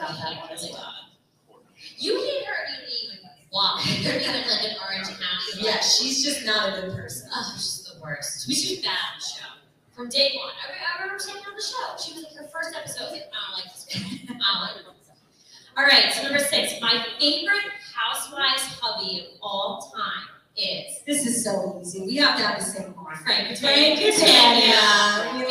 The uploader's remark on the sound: LIVE in-person at the Cricket Hill Brewery in Fairfield, New Jersey